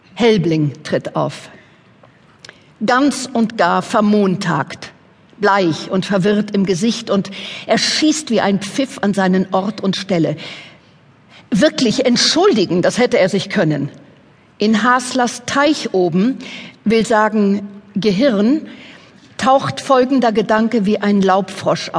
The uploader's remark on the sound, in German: Live-Event von der lit.COLOGNE 2014.